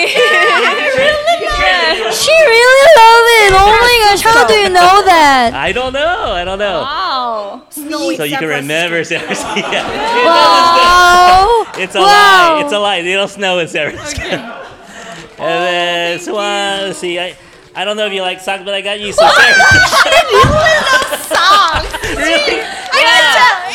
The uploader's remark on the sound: I dropped by their fan meet event at our favorite KPOP store SarangHello in San Francisco, hoping to record with the girls. Their flight to Texas got delayed so they had time for a quick chat with me before they headed out.